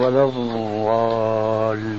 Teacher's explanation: فهي مخرجها من حافة اللسان ملتصقة بالأضراس وبين من يضع رأس اللسان في سقف الحلق. · Term: الضاد العربية الصحيحة